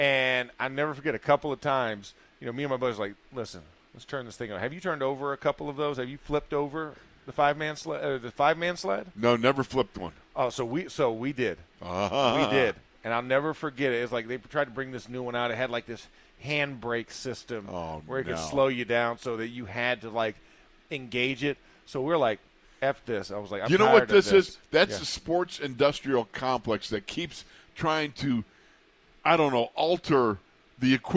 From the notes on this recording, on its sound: In the Locker Room Live from Steelers Training Camp Day 3.